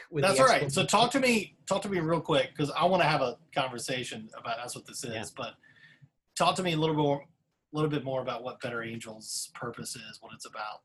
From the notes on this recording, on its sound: This is our first Zoom podcast